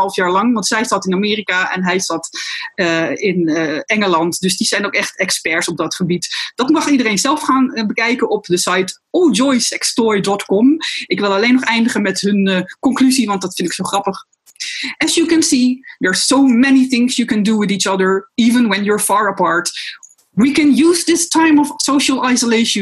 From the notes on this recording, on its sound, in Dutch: Niet vanuit een gelikte radiostudio, wel vanuit huis via Zoom.